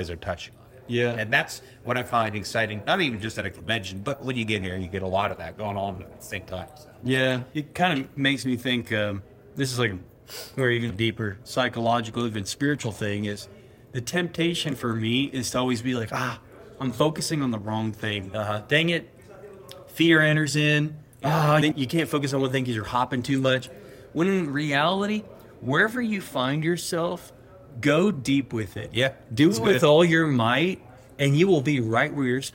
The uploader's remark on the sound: Recorded at Atlassian Team ’22. This special episode of The Modern Agilist Podcast was recorded LIVE at the Atlassian Team '22 conference in Las Vegas, Nevada!